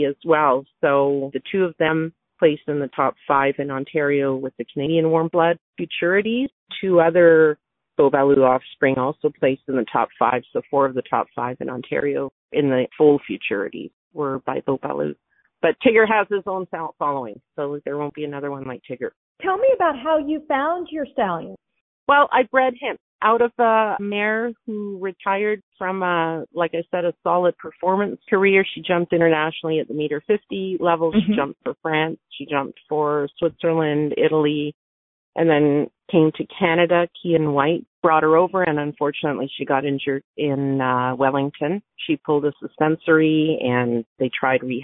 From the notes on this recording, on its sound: Access to the testing location at Hilltop Farm were restricted due to COVID. Interviewed stallion owners by phone.